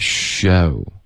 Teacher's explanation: show 不要翘舌， OK 它是一个平舌音，你发的是收了，应该是 show。